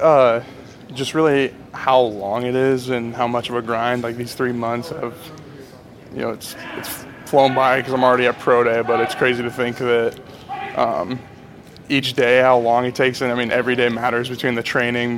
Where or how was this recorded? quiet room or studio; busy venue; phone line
busy venue